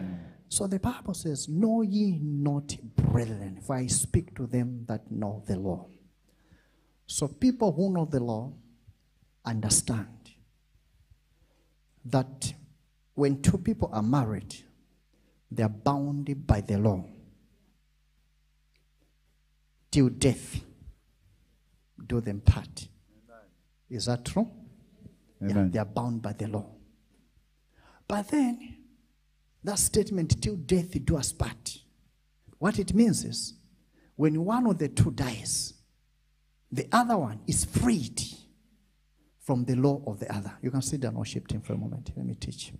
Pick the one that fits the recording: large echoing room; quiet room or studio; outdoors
large echoing room